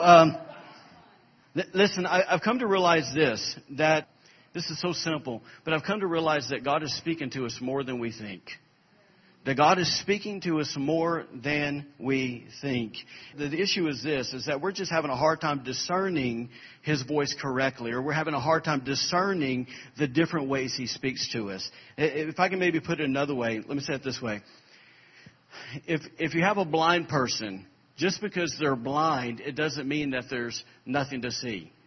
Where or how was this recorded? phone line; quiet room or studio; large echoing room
large echoing room